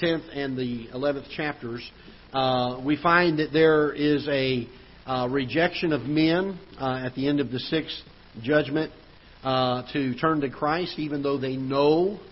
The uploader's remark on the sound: Ketha Heights Baptist Church ~ Live Broadcast